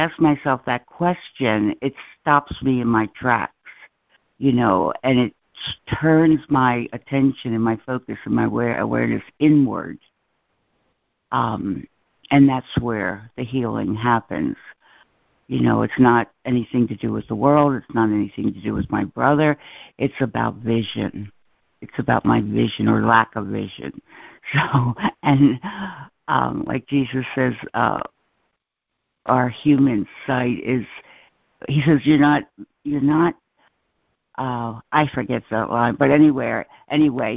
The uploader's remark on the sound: ACIM Daily Conference Call.